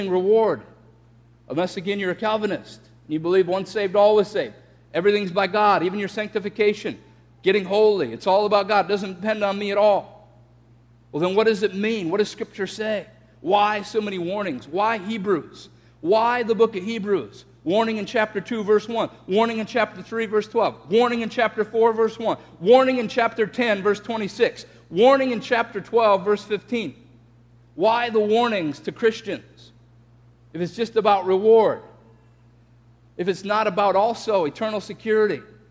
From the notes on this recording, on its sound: This message was shared in context to a Sunday service at Bethany Church in Bloomington, MN.